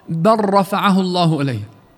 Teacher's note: راحت اللام كاملة أضغمت بالراء · Term: المتقاربان